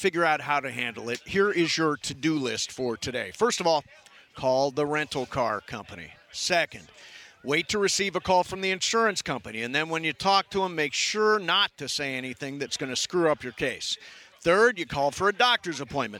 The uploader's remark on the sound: LIVE From Ralphs in Redondo Beach!